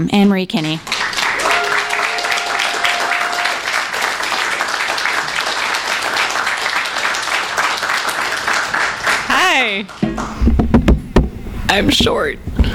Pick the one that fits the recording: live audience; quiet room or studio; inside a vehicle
live audience